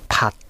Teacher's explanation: パッとというつもりでとまでは言わず小さいつで止める